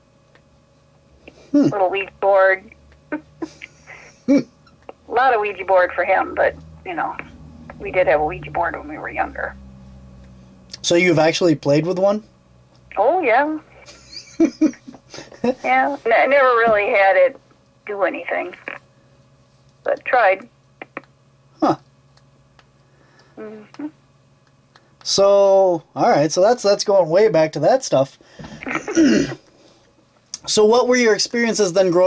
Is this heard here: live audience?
no